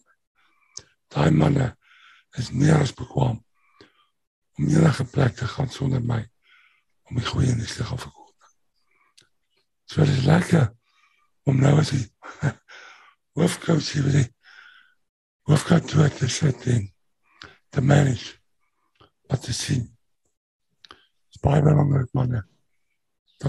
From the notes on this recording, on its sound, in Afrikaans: Manne van die Woord Zoom Byeenkoms.